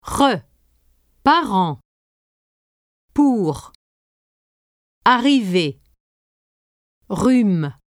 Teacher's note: Force air out, as when you pronounce an H, and maintain that very narrow passage between the back of your tongue and the back of your palate. You will get that rattling sound characteristic of the French R.